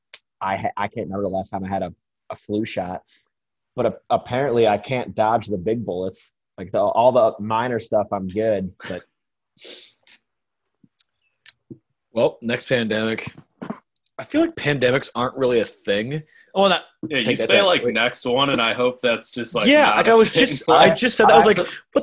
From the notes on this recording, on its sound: Podcast recorded virtually via Zoom to practice social distancing.